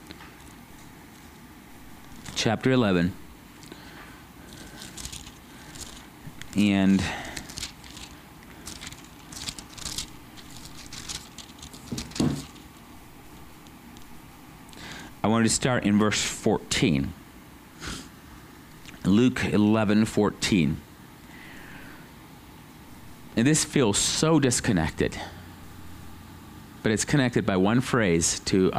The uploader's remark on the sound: at Living Water Fellowship Denver's Sunday morning service on July 17th 2022